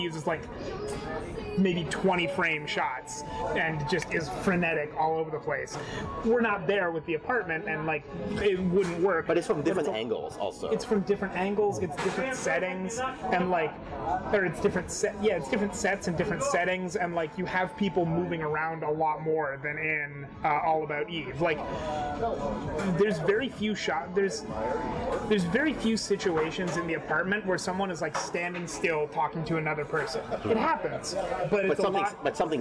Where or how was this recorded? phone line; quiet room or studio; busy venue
busy venue